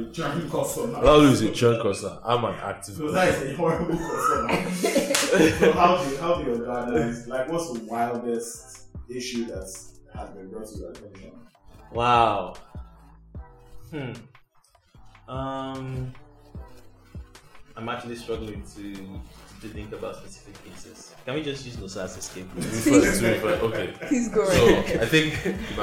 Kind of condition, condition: fault, poor sound quality